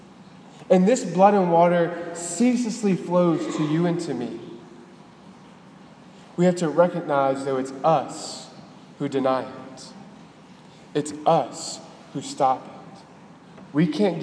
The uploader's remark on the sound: at the Cathedral of the Nativity of the Blessed Virgin Mary in Biloxi, MS.